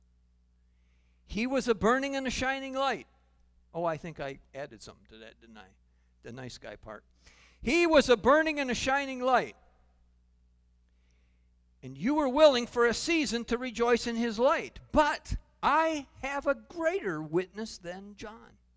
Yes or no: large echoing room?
yes